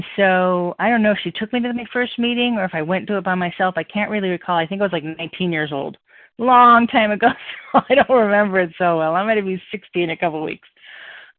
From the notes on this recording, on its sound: 100 Pounders Phone Meeting